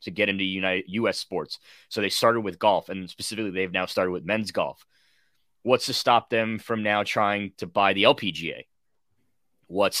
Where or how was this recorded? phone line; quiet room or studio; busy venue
quiet room or studio